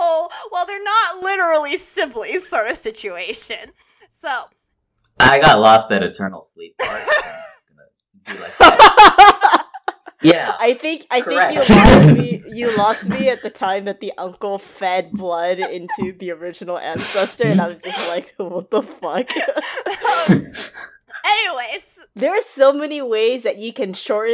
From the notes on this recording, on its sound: Apologies for the bad audio quality!